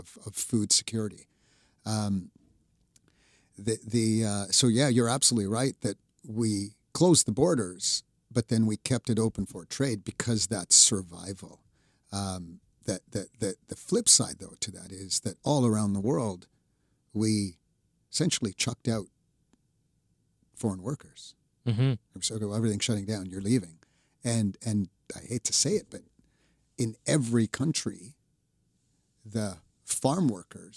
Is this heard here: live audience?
no